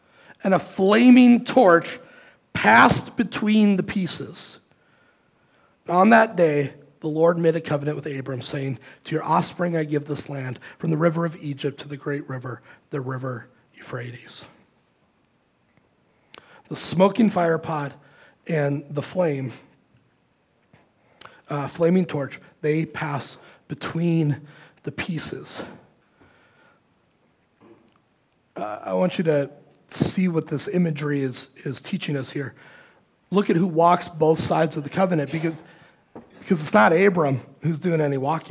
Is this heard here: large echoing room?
yes